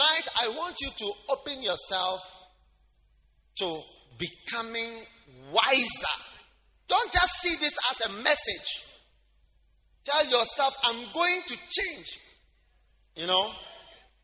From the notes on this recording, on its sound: Preached at The Lighthouse Chapel International, King of Kings Cathedral.